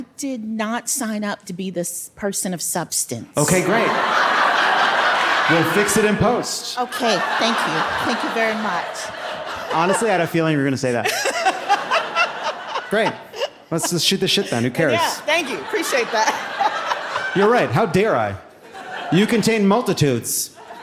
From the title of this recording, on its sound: Live from Asheville!